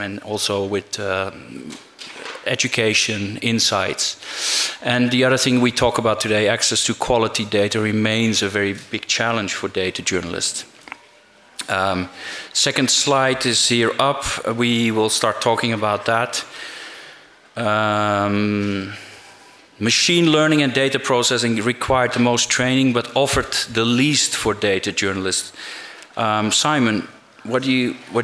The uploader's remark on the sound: Live from the 2023 International Journalism Festival in Perugia